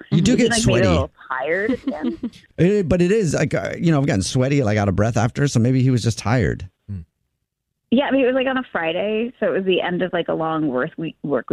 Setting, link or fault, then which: link, phone line